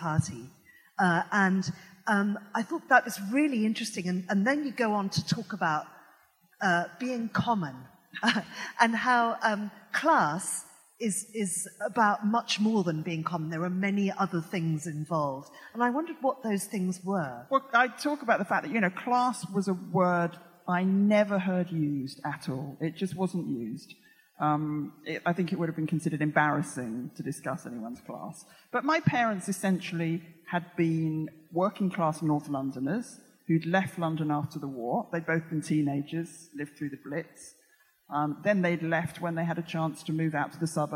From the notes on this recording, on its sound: Recorded on 10th Feb 2020 at EartH Hackney.